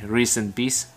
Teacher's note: mình lại dùng âm họng chứ mình không không nói ra cái âm tiết t đấy nhưng mà nếu mà các bạn nghe ờ, người bản, bản địa người mỹ nói thì người ta cũng sẽ nói như mình người ta sẽ người ta sẽ cũng sẽ dùng cái âm họng đấy để ngưng ngưng lại đấy.